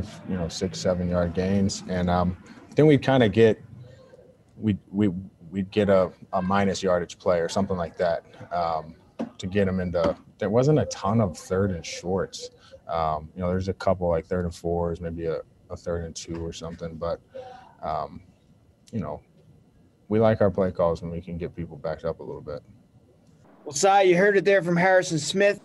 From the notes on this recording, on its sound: postgame sound from the locker room and the podium